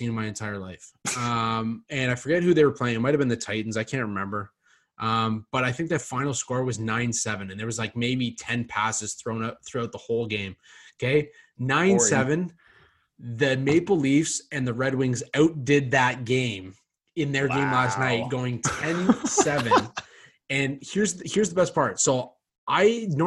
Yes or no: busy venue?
no